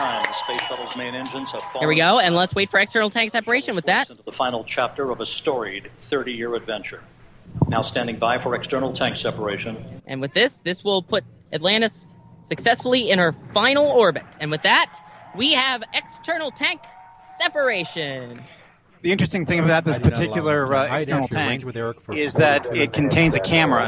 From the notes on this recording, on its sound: The entire team gathered at the Kennedy Space Center to broadcast live coverage of the final space shuttle launch. The final flight of the shuttle program can be heard directly from our own microphones as we narrate the 8 and 1/2 minute climb to orbit which Atlantis performed. Live from the Kennedy Space Center in Cape Canaveral, Florida.